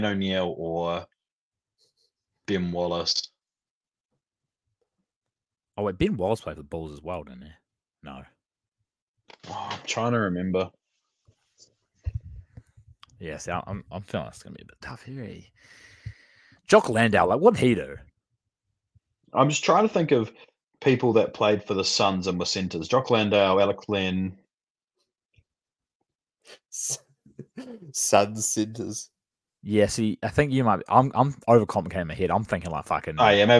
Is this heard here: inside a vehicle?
no